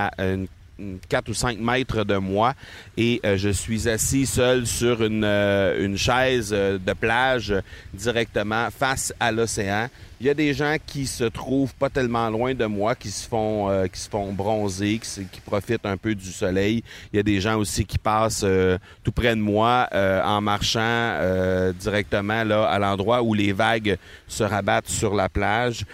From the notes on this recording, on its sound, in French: Je suis présentement sur la plage près de Cancún, les deux pieds dans le sable et j'enregistre avec mon micro MV88 de Shure, pour que vous puissiez entendre les sons ambiants volontairement.